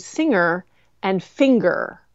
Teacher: you will hear people say singer without a G in the middle, and you can hear it in the difference between singer and finger